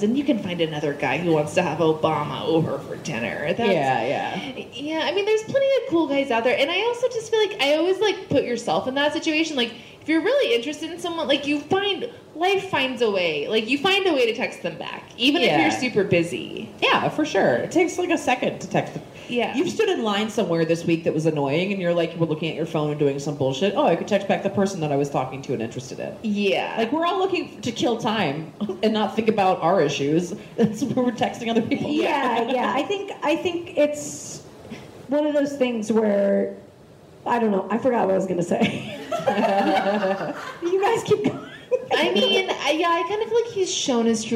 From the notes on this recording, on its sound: Live From Boise! This week, the ladies are coming at you LIVE from Boise, Idaho!